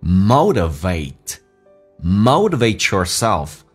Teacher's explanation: 首先那个 t 要被浊化